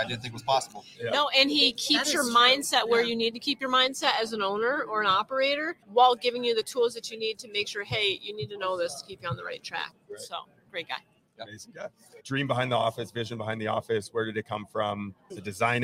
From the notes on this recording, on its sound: We are so excited to announce that we are LIVE at the Profit Rocket Summit in fabulous Las Vegas, NV!